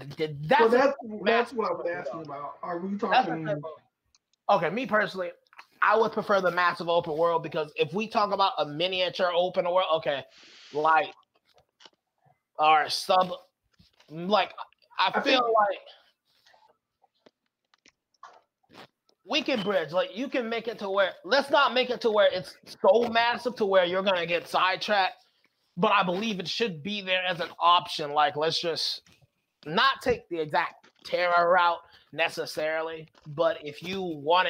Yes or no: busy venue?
no